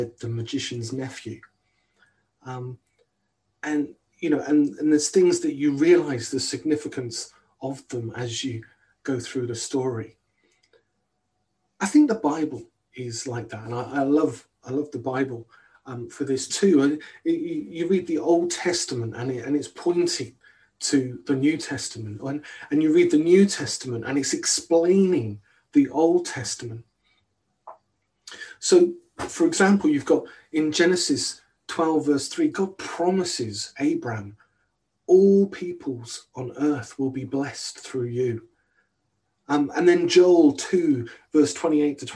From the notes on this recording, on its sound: on 28th Februay 2021 at King's Church, Cockermouth, as an audio file